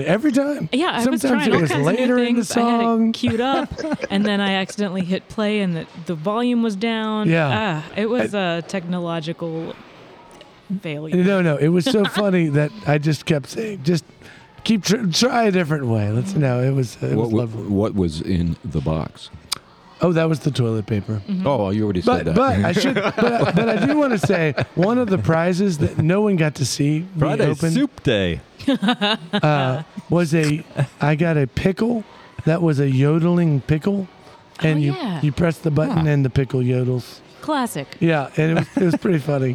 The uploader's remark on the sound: via phone